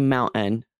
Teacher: I say mountain and I don't say the T at all. Right. But a lot of places in the United States on the East Coast, more that T will be a little more pronounced. · Term: glottal stop